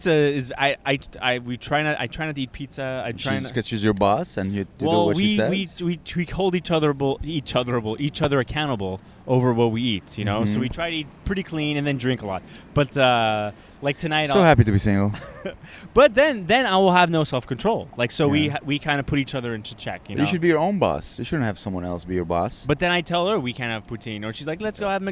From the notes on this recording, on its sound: Live from Montreal’s Ring. We have decided to record our podcast episode in different iconic locations in Montreal!